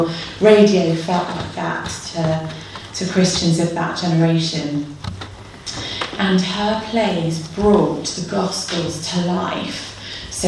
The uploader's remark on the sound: delivered at the 2nd Veritas Research Symposium, Gimlekollen College, NLA University, October 2019.